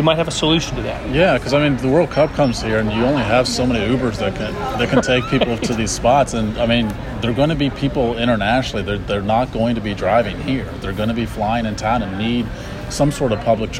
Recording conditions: busy venue